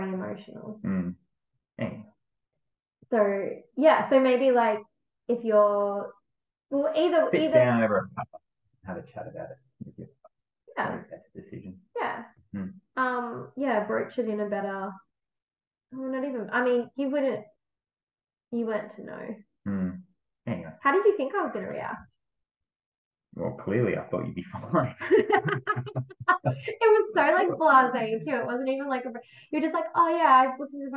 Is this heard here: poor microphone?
yes